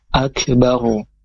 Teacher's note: ro-nya disukunkan, dengan hukumnya adalah ro dibaca tafkhim, karena ketika ro itu sukun, kemudian huruf sebelum ro harokat fathah atau dhammah, maka dibaca tebal.